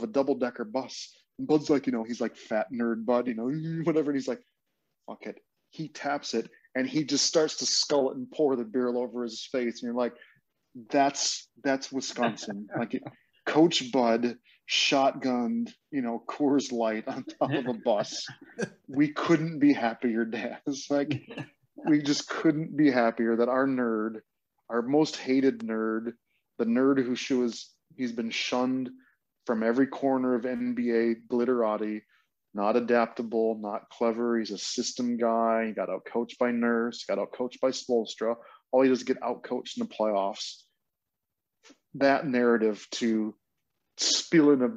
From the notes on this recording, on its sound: jump onto a Zoom call